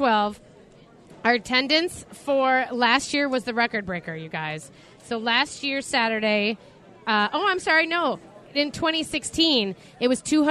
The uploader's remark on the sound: A Groom's Dinner at the State Fair? It's Day 10 from the Minnesota State Fair. Live from the Hamline Dining Hall.